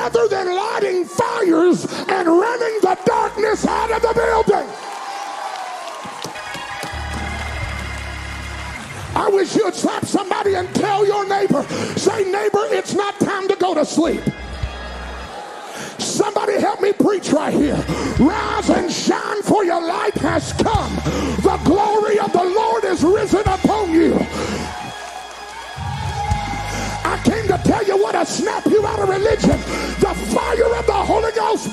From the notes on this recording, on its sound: at Impact Youth Conference 2022